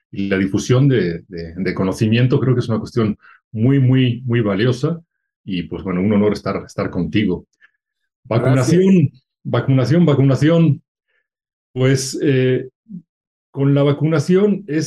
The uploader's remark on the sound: via Zoom